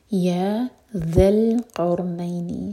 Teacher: ہماری زبان اوپر والے دانتوں کو ٹچ کرے گی اور تھوڑی سی ٹپ باہر ہوگی